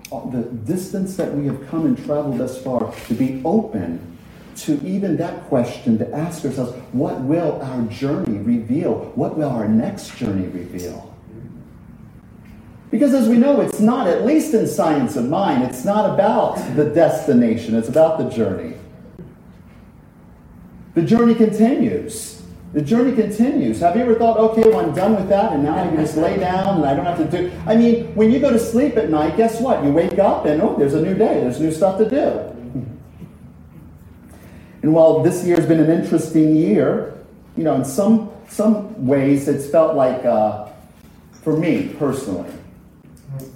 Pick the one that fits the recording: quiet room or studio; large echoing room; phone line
large echoing room